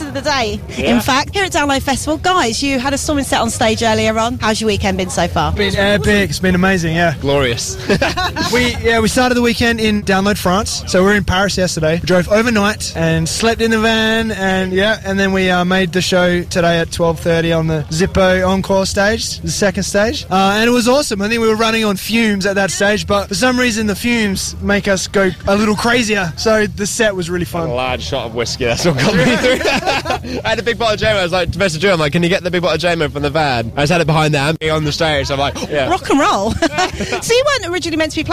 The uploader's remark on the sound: backstage at Download Festival 9 Jun 2017 – 11 Jun 2017